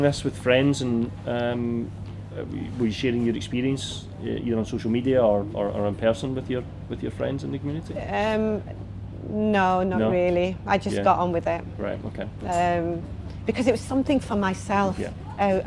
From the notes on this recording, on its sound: Following her talk at Keswick Mountain Festival on the Craghopper stage. The weather turned and there is a bit of background noise due to the wind and other festival goers. The other issue was a technical one, meaning there is only one camera view.